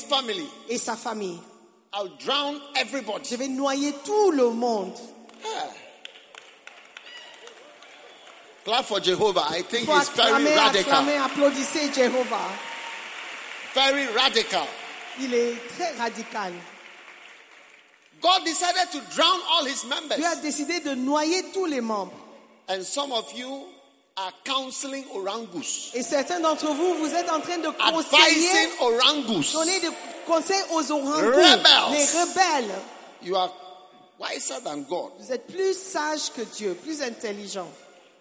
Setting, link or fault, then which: setting, live audience